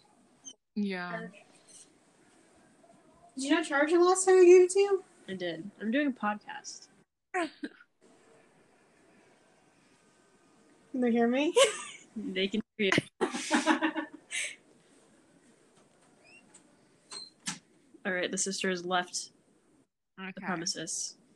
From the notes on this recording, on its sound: audio not perfecto